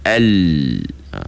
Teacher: Bila kita sebut huruf lam kan, al, lidah kita tu menutup bahagian depan langit-langit. Jadi lidah kita tu menutup, maka suara tak boleh nak keluar terus melalui tepat ke depan.